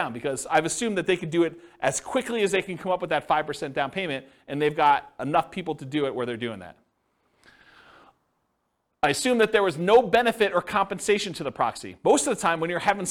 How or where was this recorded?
live audience